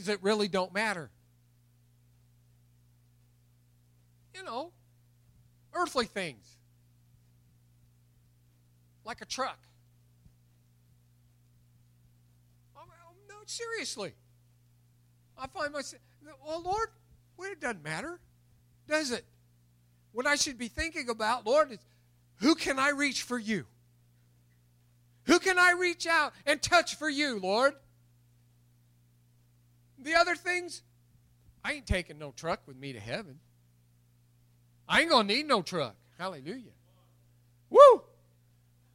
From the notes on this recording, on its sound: recorded April 4, 2021 at Open Bible Church in Lawrenceburg, KY